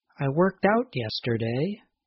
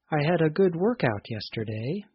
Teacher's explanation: In the statement with the phrasal verb, the speaker stressed the second word of the phrasal verb, the word out. · Shown in: first take · In the phrasal noun example, the speaker stressed the first part of the word, work.